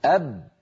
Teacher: هناك صوت وهواء محبوس يريد أن يخرج ولكن الشفتين أغلقتا الطريق أمامه